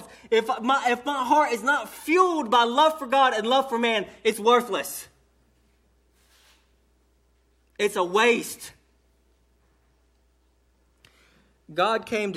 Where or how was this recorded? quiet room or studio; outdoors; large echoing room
large echoing room